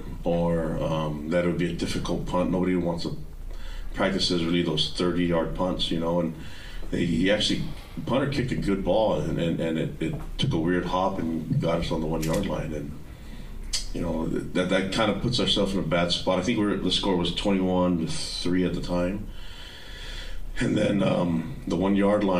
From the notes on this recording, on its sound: Postgame Press Conference vs. Arizona.